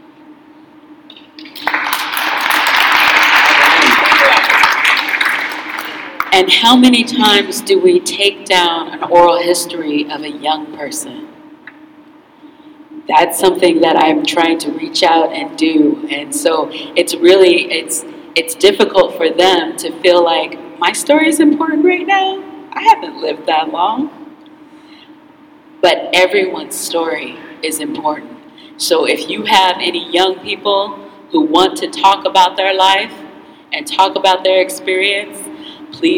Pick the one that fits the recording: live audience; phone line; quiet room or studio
live audience